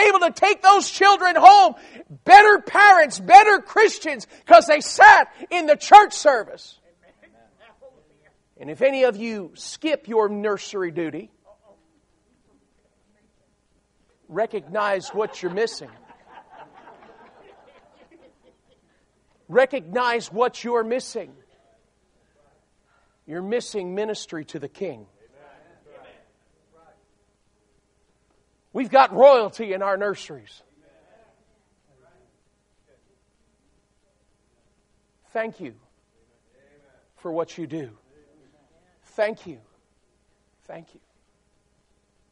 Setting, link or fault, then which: setting, large echoing room